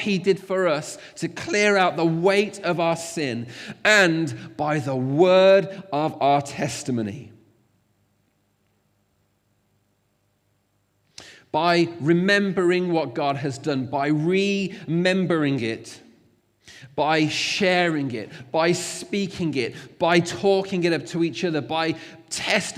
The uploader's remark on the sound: Recorded at freedomcentre church, Preston